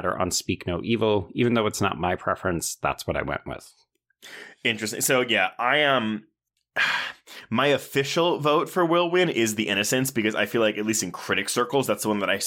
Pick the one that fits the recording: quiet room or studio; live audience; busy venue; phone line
quiet room or studio